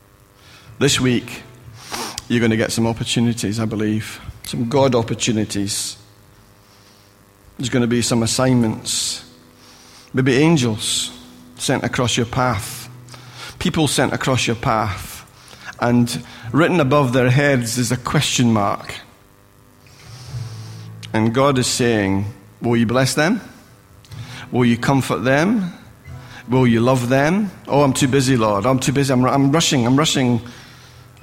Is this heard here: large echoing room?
yes